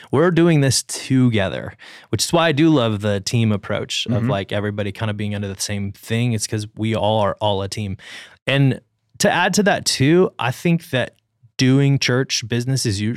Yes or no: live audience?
no